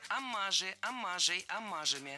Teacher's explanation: Аммажи – это неверно. Слово «аммаж» имеет ударение на втором слоге, и при склонении ударение остается на том же месте.